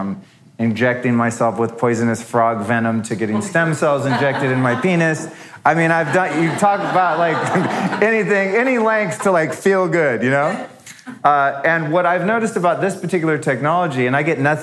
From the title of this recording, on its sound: Live At OsteoStrong (Bootleg Broadcast Birthday Show)